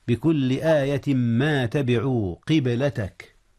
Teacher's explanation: أدغم تنوين آية في ما أو في ميم ما · Term: الإدغام